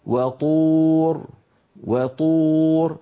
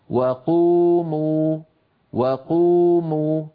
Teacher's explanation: الطاء مستعلية مطبقة بينما القاف مستعلية منفتحة